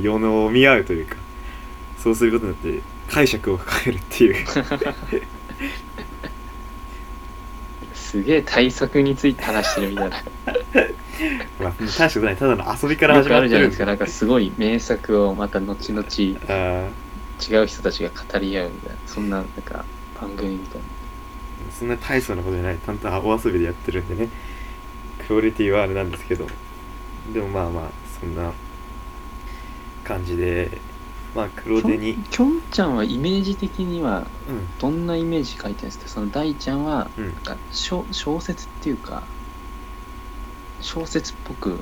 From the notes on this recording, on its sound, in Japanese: 雑音つにご注意を。